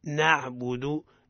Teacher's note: الباء مرققة الدال مرقق وعدم تمطيطه